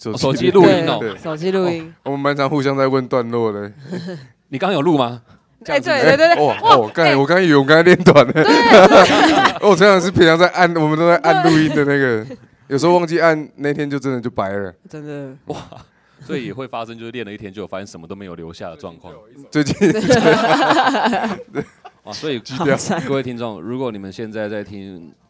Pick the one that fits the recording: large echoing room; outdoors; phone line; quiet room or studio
outdoors